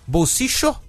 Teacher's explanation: E tem as três pronúncias do duplo L lá na Argentina, isso, né? Bolsicho, como se fosse um CH, né?